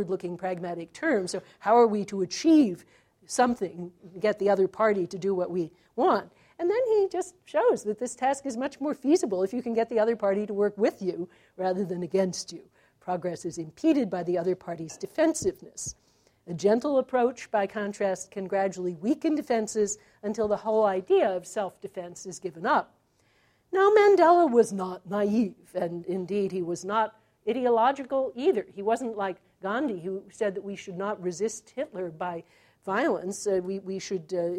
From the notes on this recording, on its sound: This talk was recorded January 14, 2014 as part of the Chicago's Best Ideas lecture series.